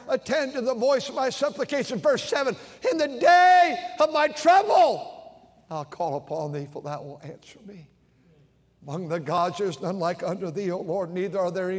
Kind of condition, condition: setting, large echoing room